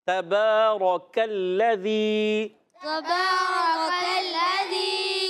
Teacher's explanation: रा को पुर करना है, काफ को बारीक। تبارك الذي تبارك الذي क्या गलती क्या होती है कि रा को जब हम पुर पढ़ रहे होते हैं ना, काफ भी पुर कर देते हैं, ऐसे नहीं करना। · Term: काफ बारीक